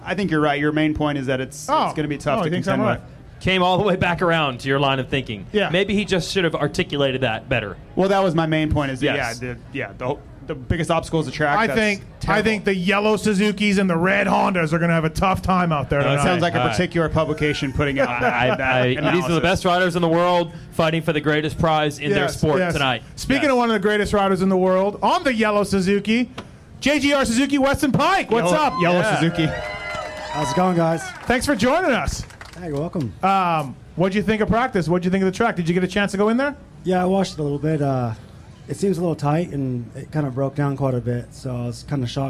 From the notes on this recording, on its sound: Fly Racing Dallas SX Pit Party Show. Recorded last Saturday in Dallas. At the Fly Hospitality rig.